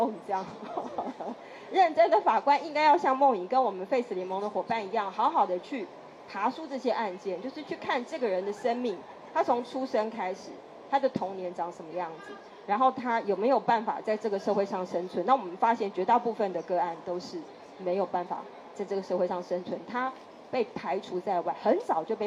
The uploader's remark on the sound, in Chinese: 錄製地點：2024台北國際書展讀字公民攤位讀字沙龍。